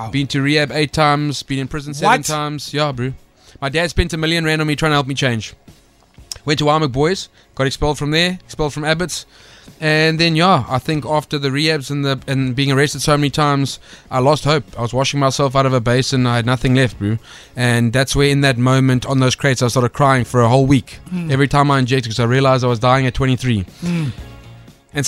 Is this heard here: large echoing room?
no